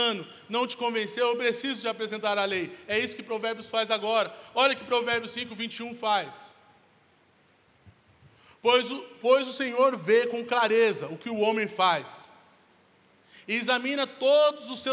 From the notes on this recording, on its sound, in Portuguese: Local gravação: Onda Dura Belo Horizonte